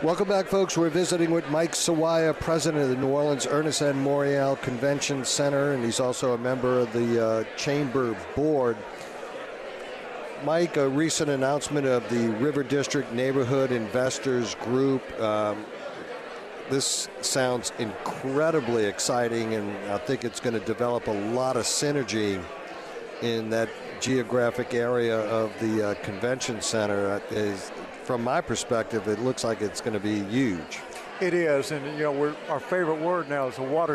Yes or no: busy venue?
yes